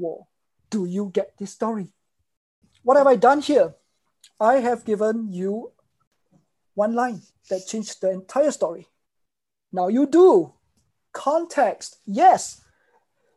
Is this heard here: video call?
yes